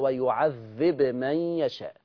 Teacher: سكن الباء مع القلقلة